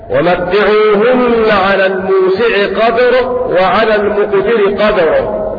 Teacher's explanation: بسكون الدال مع القلقلة